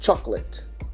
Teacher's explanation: Então como você pode ver, essa palavra é muito parecida com o português. Só que na língua inglesa, a gente não vai, não vai soar esse segundo O